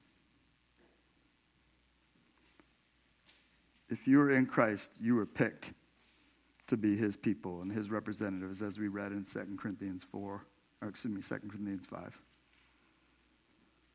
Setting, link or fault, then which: setting, large echoing room